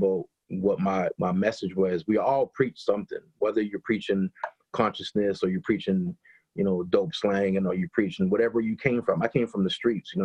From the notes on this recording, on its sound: does a Zoom interview